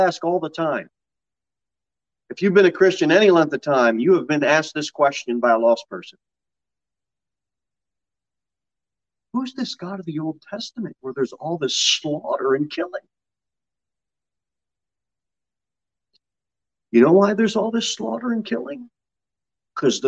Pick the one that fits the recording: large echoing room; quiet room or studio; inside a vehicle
large echoing room